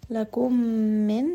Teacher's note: spending a bit of time inside of the nose for this غنة and merging both of these ميم together